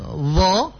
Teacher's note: Cara menyebut huruf dzal karena makhraj hurufnya sama, ya. Dza dengan dha sama. Di belakang gigi seri atas. Tapi untuk huruf dha dia dibaca dengan dibaca sambil mengangkat pangkal lidah.